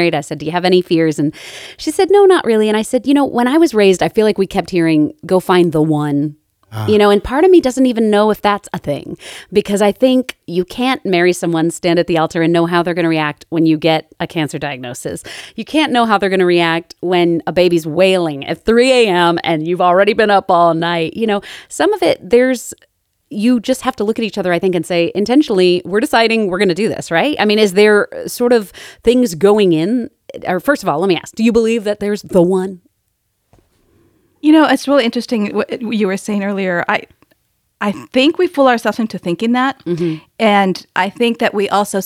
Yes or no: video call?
no